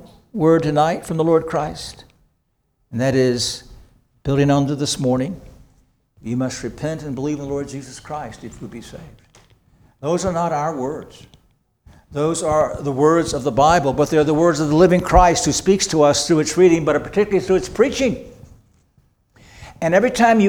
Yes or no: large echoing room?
yes